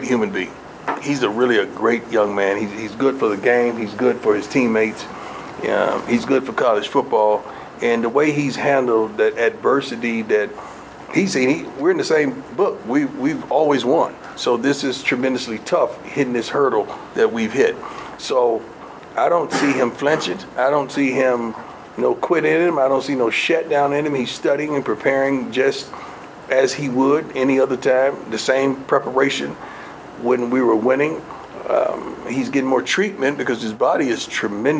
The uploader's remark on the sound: during Colorado's weekly press conference in the Champions Center